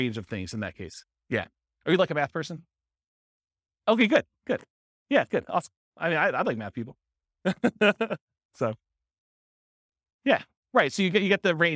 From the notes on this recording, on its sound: This was a live class recorded